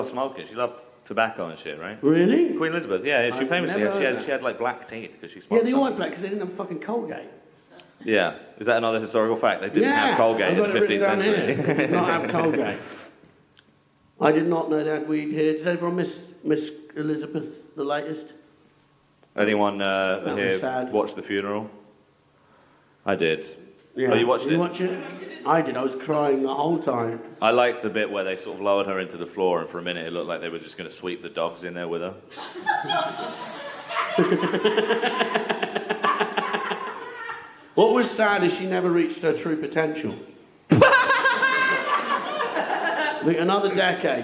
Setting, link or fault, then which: setting, live audience